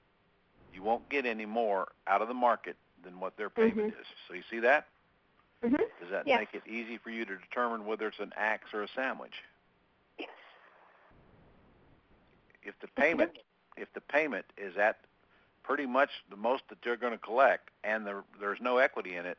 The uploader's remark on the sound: 2014-01-13 Q&A Call